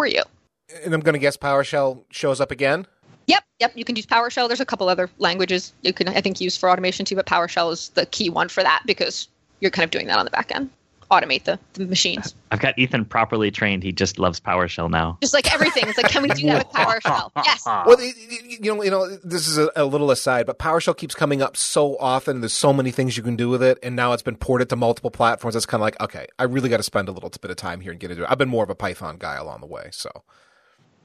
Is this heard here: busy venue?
no